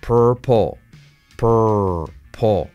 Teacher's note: Que se dice paw, purple, con casi sin L al final, ¿vale? Purple.